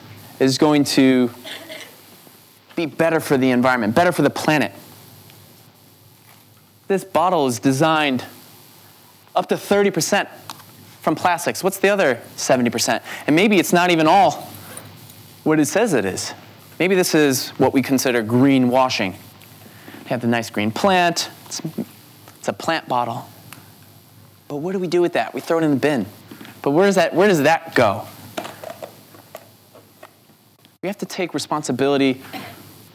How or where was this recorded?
live audience